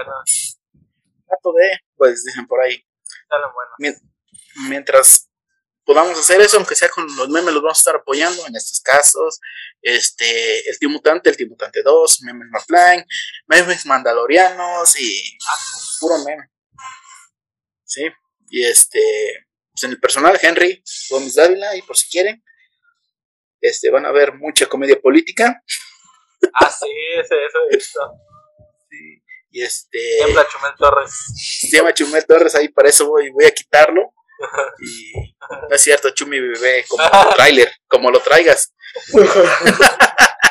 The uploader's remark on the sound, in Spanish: Con problemas de audio pero seguimos